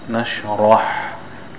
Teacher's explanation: See, you have here the noon is thin, not nashra, nashrah. The noon is thin, the sheen has a sukoon on it. The ra is a thick ra